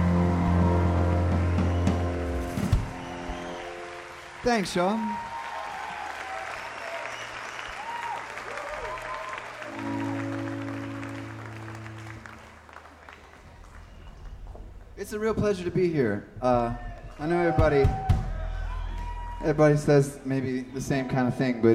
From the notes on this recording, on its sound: Live At The Newport Folk Festival, 2013.